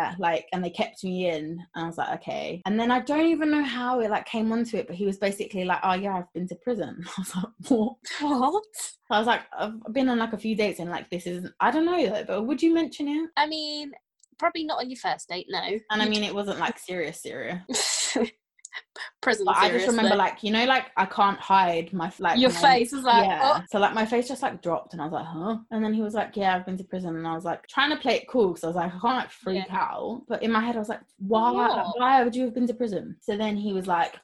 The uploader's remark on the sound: We are still practicing social distancing so if the audio isn’t the best, we can only apologise.